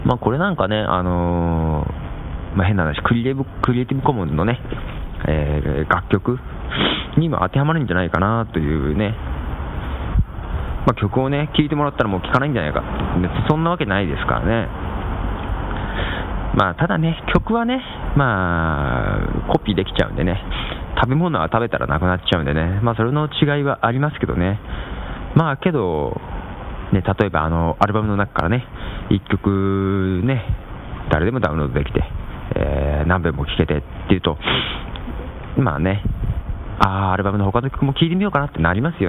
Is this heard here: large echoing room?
no